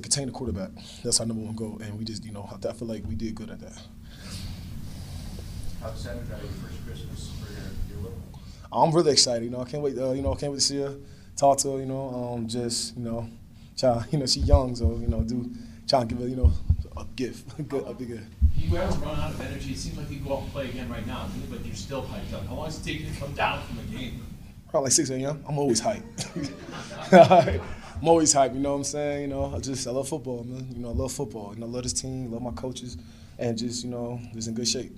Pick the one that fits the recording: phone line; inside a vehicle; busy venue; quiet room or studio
busy venue